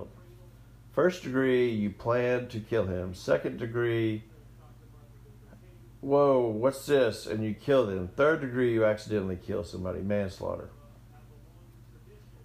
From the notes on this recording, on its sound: audio difference from voice to music, sorry